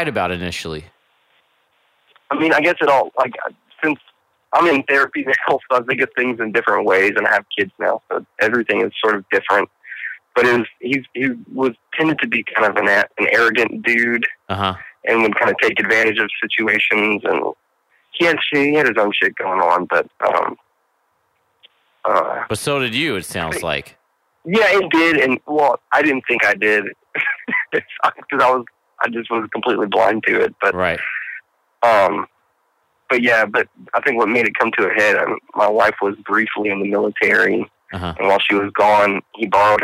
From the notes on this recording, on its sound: Listeners' Calls.